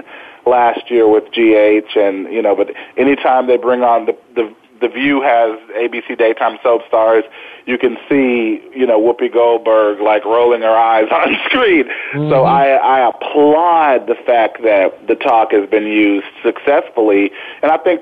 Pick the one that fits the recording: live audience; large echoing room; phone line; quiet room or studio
phone line